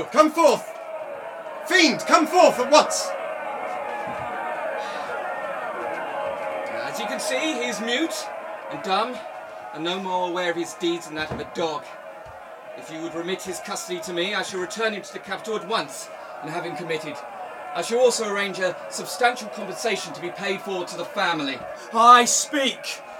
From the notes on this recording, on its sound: Performed and recorded live at the Hove Grown Arts festival. The ending was decided by vote by the audience.